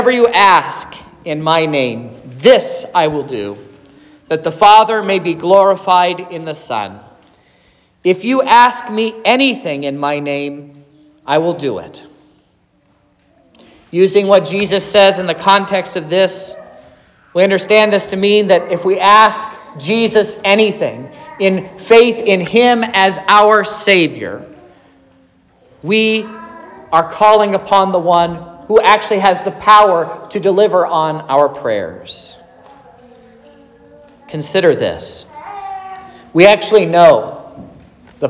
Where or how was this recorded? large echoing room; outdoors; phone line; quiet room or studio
large echoing room